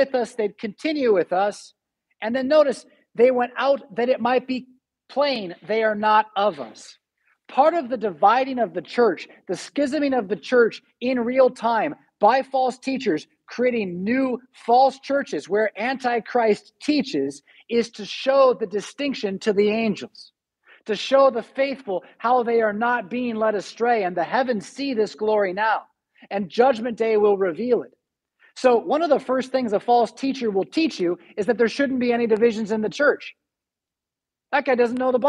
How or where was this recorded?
large echoing room